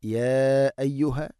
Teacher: മദ്ദിൻ്റെ അക്ഷരമായലിഫിന് ശേഷം ഹംസ അടുത്ത പദത്തിലാണ്. നാലോ അഞ്ചോ ഹർക്കത്തിൻ്റെ ഖദർ നീട്ടാവുന്ന മദ്ദാണ് മുൻഫസിൽ · Term: മദ്ദ് മുൻഫസിൽ